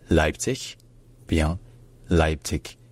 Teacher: Avec dans les deux cas, bien sûr, l'accent tonique qui est sur la première syllabe